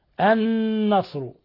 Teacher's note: النصر نون مشددة تغن مقدار حركتين